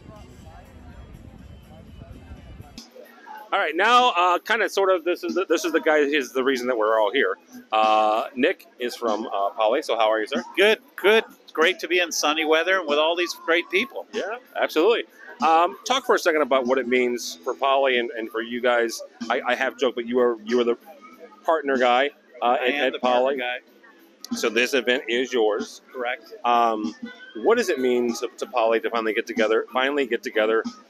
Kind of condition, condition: setting, busy venue